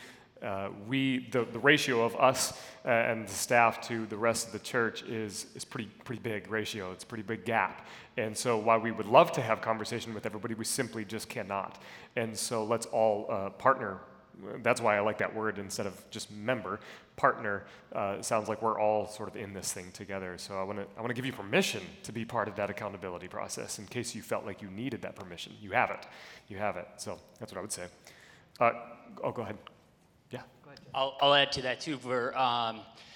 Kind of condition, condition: setting, live audience